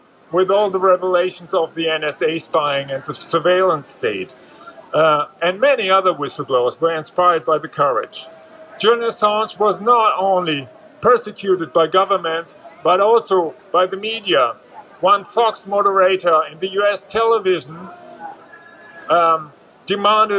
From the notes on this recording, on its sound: at the Brandenburg Gate, Berlin, on World Press Freedom Day, May 3 2023